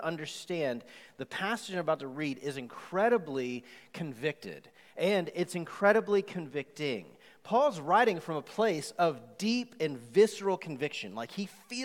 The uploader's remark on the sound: Recorded live on August 2, 2020 at The Fellowship in Nashville.